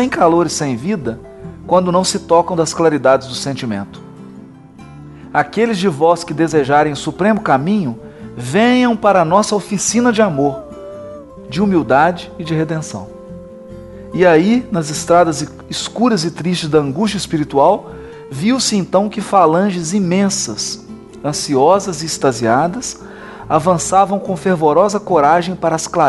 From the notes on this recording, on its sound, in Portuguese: gravada no centro espírita Eurípedes Barsanulfo em Curitiba/PR